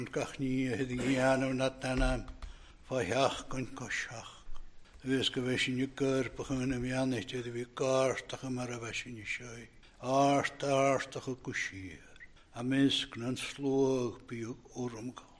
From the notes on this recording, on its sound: Recorded at North Harris Free Church on the evening of Sunday, 11th February 2024.